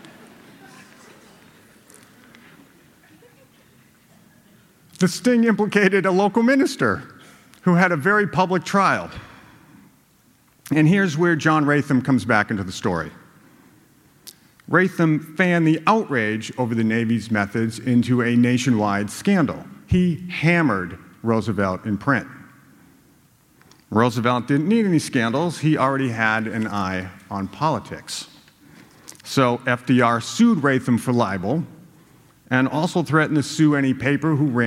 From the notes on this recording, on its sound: a storytelling event put on by the Globe at a theater in downtown Boston